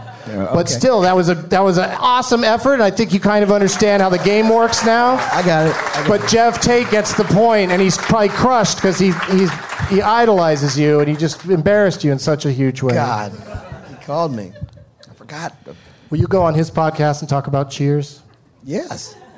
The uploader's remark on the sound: Live from the Firebird in St. Louis, MO.